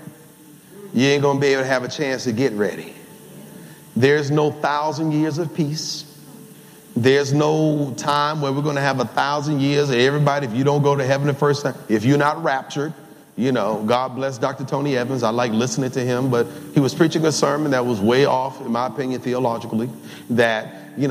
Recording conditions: large echoing room